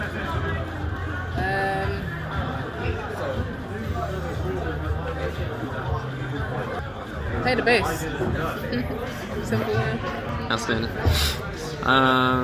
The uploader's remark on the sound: BFI Southbank background noise!